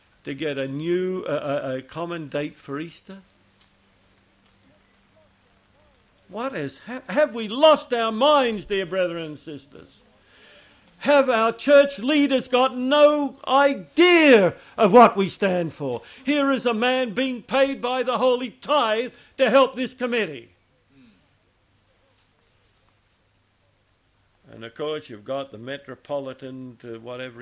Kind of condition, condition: setting, large echoing room